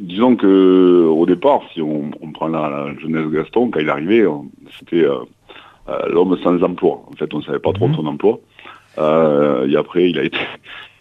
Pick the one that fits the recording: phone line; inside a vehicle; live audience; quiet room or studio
phone line